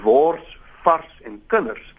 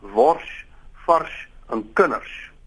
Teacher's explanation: die RS word soos die sh, van ship in Engels uitgespreek · Shown in: second take · Term: palatalisering